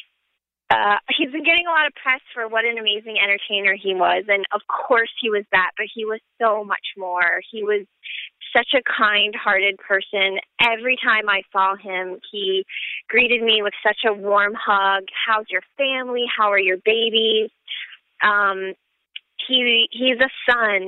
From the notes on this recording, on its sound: daughter on the phone